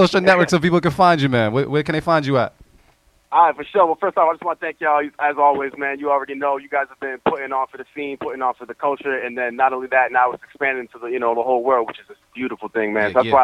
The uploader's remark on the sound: The Stew Presents: BEAT CLUB Podcast (Live). Take to the phone lines.